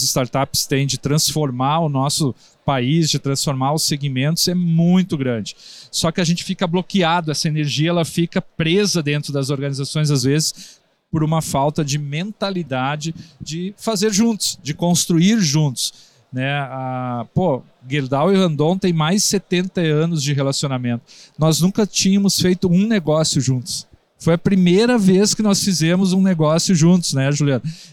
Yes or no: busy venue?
yes